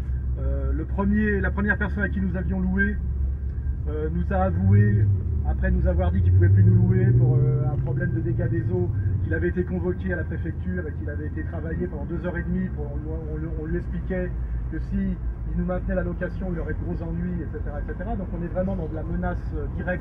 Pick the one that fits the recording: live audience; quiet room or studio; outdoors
outdoors